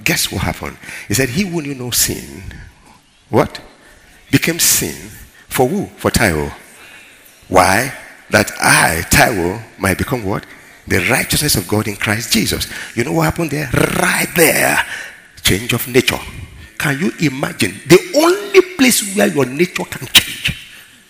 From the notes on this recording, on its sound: ministering during Word Explosion Conference on 21-04-2019 (Easter Sunday)